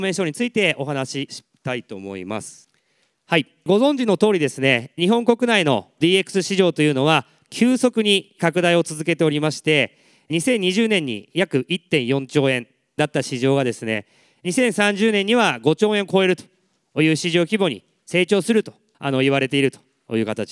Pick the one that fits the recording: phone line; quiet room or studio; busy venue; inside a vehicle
busy venue